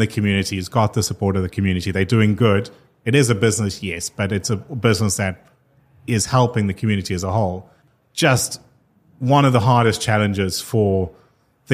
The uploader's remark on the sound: Recorded yesterday in front of live audience at Money2020 Europe.